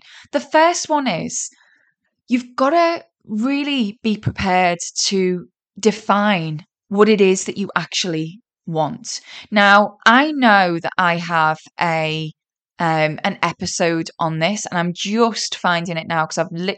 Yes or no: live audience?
no